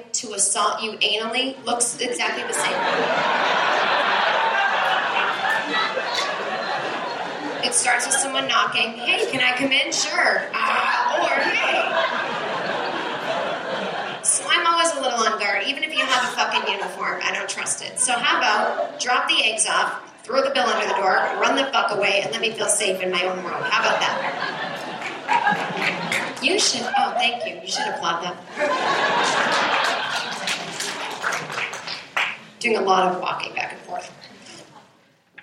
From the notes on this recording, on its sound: A stand-up show she did at the Brooklyn Bellhouse in 2014 that was recorded off of the audio board. This was a two hour show of working out new material and just chatting with the audience.